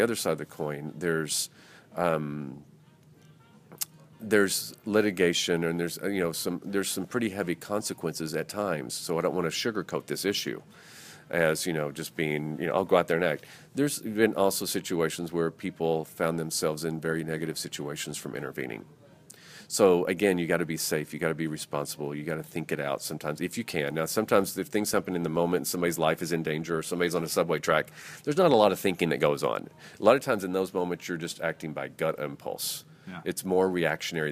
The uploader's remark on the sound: Live at The Ohio State University